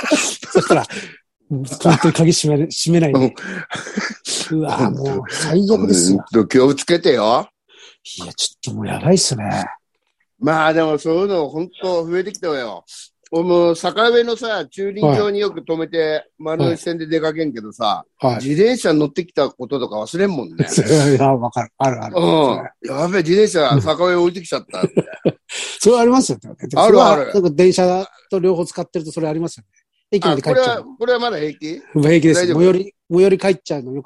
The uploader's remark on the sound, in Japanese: ZOOMで収録